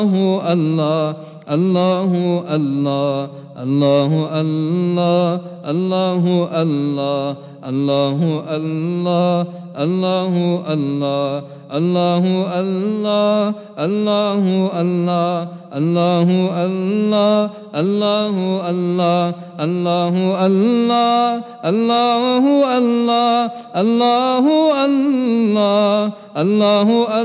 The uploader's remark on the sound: at the Houghton Masjid (West Street)